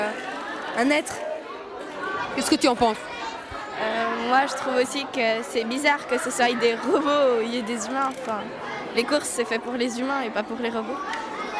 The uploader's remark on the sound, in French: En direct des Mystères de l'UNIL